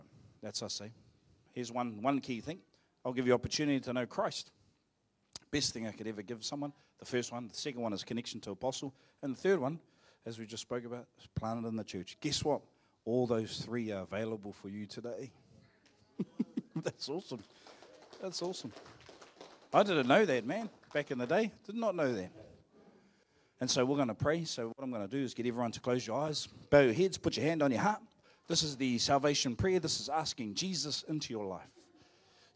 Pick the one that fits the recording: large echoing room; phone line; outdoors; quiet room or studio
large echoing room